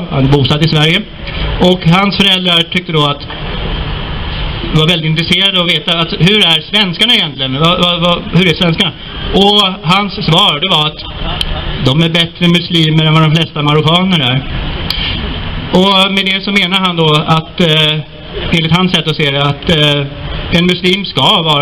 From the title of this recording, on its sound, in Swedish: 3 november 2019 på Raoul Wallenbergs torg